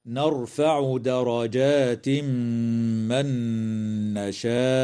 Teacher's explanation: يدغم التنوين في الميم مع الغنة في قوله تعالى درجات من، وكذا تدغم النون في النون مع الغنة في قوله تعالى من نشاء.